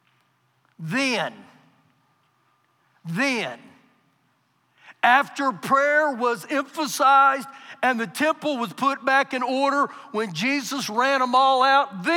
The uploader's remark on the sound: Recorded live during our Sunday morning service